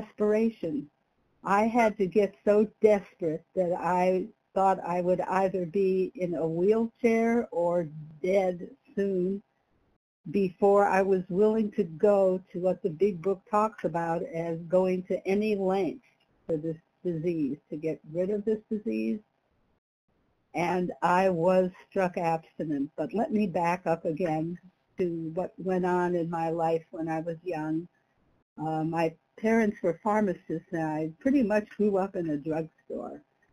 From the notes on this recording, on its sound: from the 100 Pounders Phone Meeting